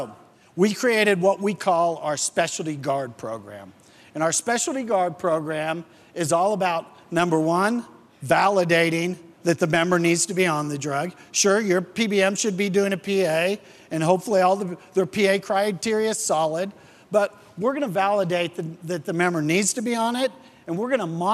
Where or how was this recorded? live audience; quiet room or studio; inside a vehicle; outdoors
live audience